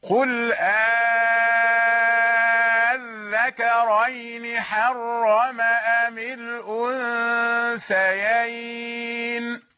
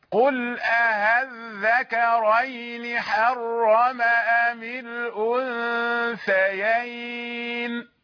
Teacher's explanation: الإبدال يعني على حرف اللام مع المد المشبع · Shown in: first take